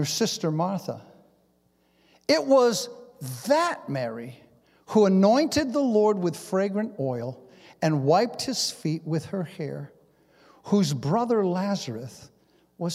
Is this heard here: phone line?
no